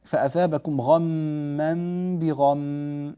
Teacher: لاحظوا أننا وقفنا على كلمة بغم وأتينا فيها بالغنة عندما وقفنا عليها